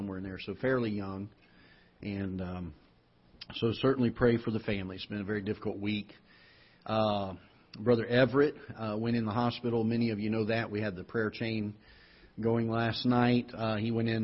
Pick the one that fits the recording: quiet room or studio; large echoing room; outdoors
large echoing room